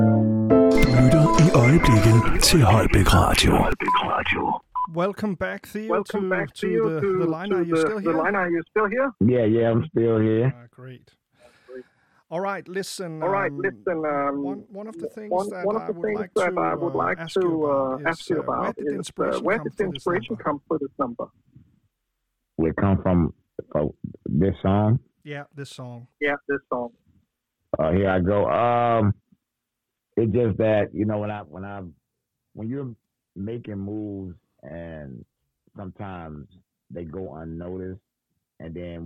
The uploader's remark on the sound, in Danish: Interviewet er på Engelsk optaget 25 aug 2023 på en sketchy telefon line